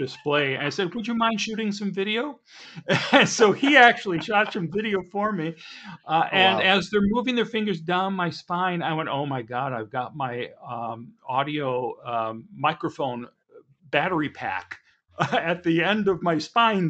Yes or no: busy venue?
no